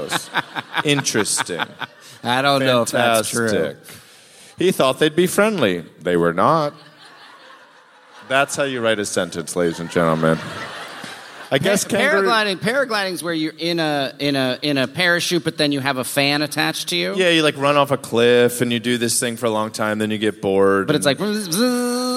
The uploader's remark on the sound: Live from the Aladdin Theater in Portland!